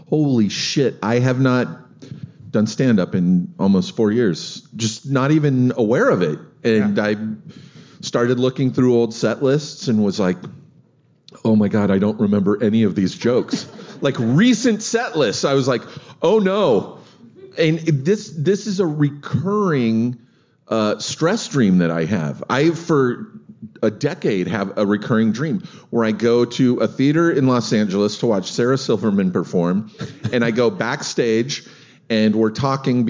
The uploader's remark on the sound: live at South By Southwest